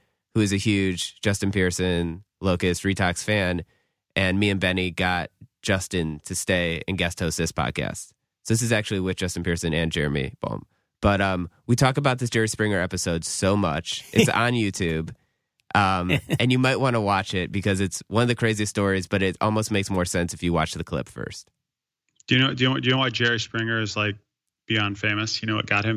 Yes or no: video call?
no